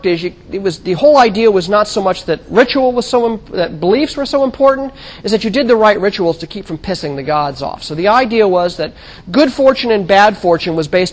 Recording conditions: large echoing room